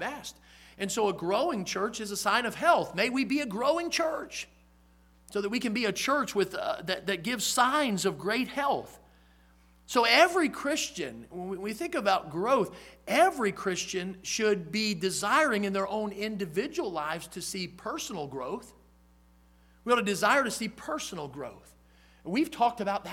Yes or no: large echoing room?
yes